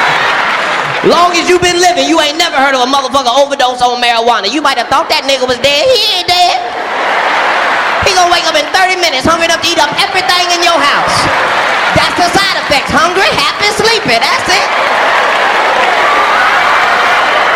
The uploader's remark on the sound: Recorded live at the historic Constitution Hall in Washington, D.C.